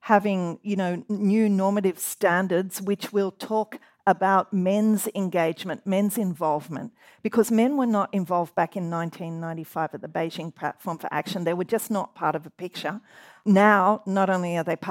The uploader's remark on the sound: This event was held live at the University of Sydney Business School on 21 November 2023 and presented with the University's Science in Australia Gender Equity (SAGE) Program.